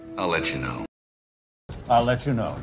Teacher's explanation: A veces vamos a vincular let you. I'll let you know con el sonido ch